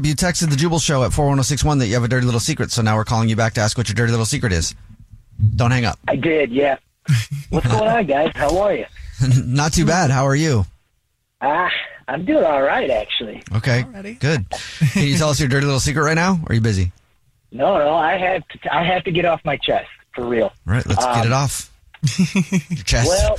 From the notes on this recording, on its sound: Somebody on the phone wants to tell us their Dirty Little Secret.